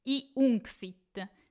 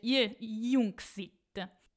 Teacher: questa I, che in realtà è una Yod di Jungsit, non farà sinalefe con una vocale della parola che la precede · Shown in: second take